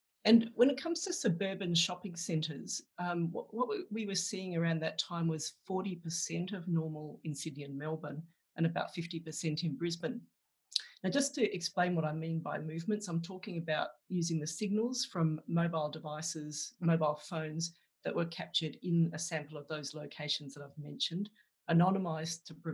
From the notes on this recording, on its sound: Planning for recovery: Australia after the pandemic - Webinar recording. In this Grattan Webinar recording, a panel of policy experts provided perspective on these questions.